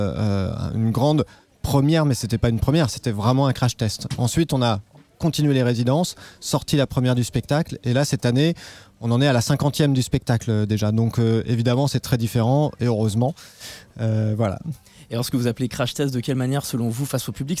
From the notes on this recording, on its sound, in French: la rédaction de Radio Alpa était en direct de la promenade Newton, à l’occasion du festival Le Mans Fait son Cirque.